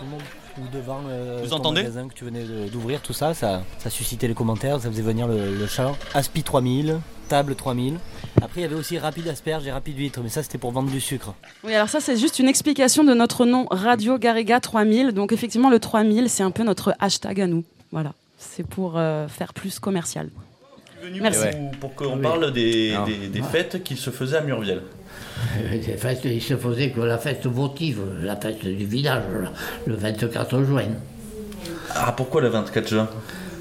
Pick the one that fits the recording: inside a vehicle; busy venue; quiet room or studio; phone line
busy venue